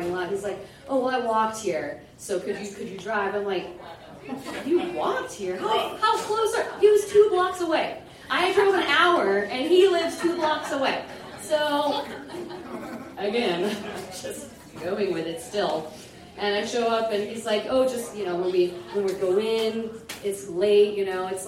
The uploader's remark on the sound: Goes south is a live storytelling event out of Charlotte, NC. This podcast combines audio recordings from these live events to share with you! Goes south live events take place on the 3rd Tuesday of the month at Petra's in Historic Plaza-Midwood, Charlotte, NC.